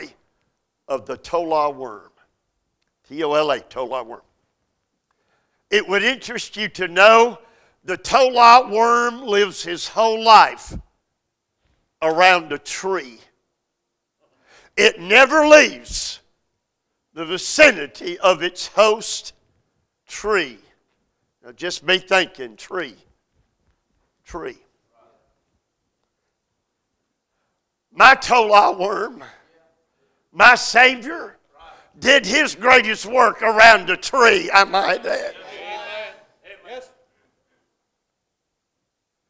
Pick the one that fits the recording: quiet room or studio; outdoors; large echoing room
large echoing room